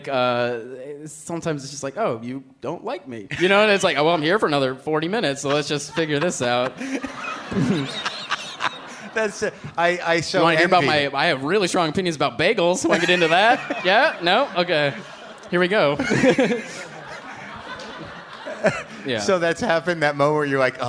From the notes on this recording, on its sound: Taped at The Bell House in Brooklyn, NY.